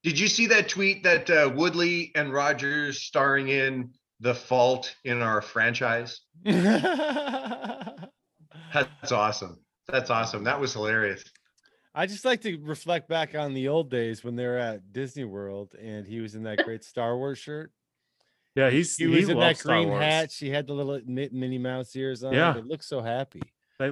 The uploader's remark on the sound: Thursday Night got crazy on the Zoom!